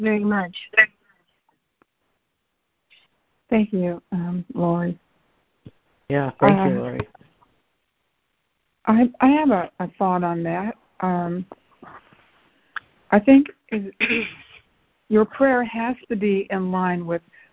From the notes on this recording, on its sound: ACIM Daily Conference Call